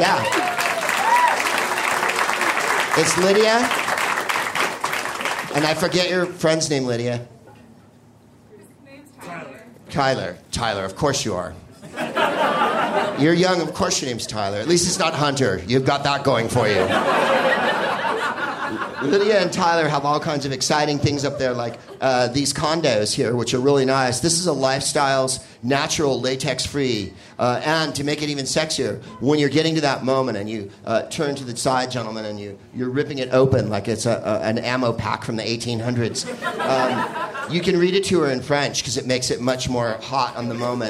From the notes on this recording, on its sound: Live from Comedy Works in Denver